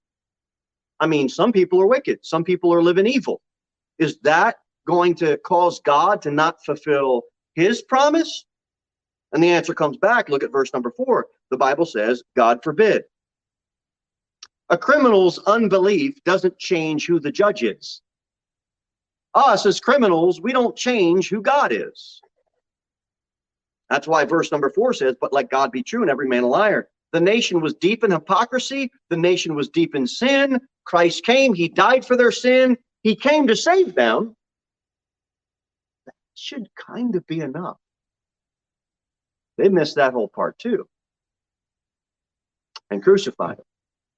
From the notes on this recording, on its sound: Sermon delivered at Pilgrim Baptist Church on Sunday, April 10, 2022 at 11 am. Jere Whitson Rd.